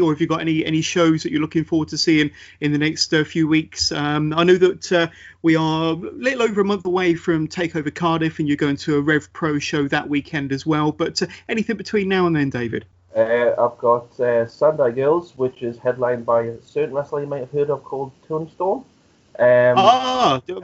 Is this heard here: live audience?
no